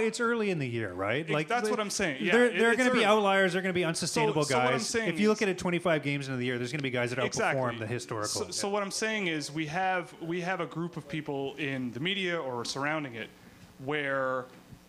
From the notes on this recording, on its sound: Leaf Report Live At The Rivoli. Broadcast in front of a live audience at the Rivoli in Toronto.